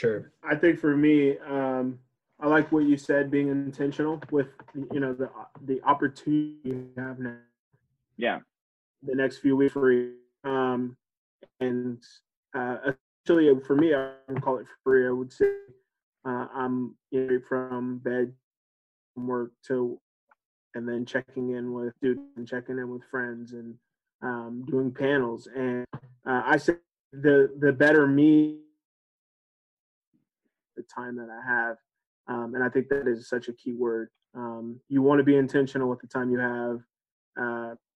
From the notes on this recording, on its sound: sit down (on ZOOM)